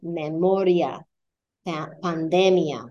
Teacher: words like memoria, the I is not accented and your emphasis would have to fall right before.